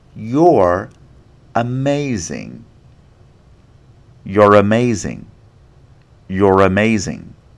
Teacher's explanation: So this is very similar to the type of liaison we just heard, but with the R sound, it's just a little different. The pronunciation of R links both words together. It isn't transferred.